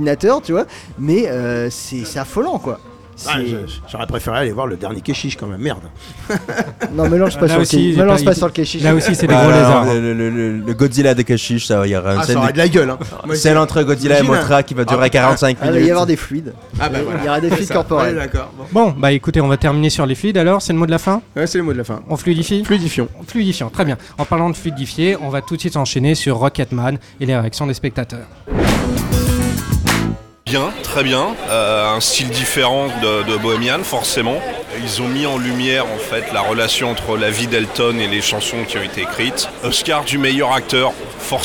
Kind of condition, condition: setting, busy venue